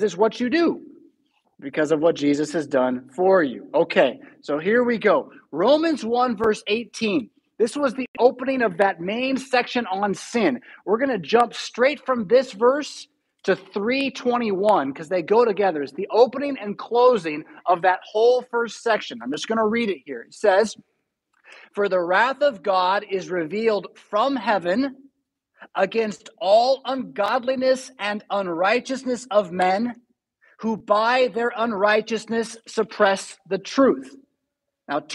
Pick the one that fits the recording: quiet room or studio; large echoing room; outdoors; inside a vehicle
large echoing room